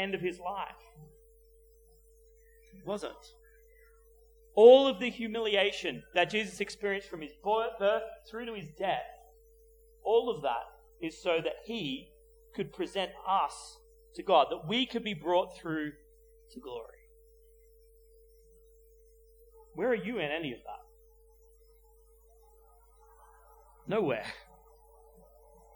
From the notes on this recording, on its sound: at Clarence Valley Community Church, South Grafton